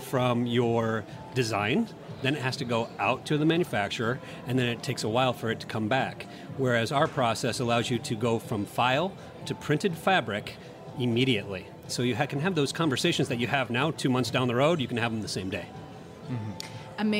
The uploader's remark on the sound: on location at TexWorld USA in New York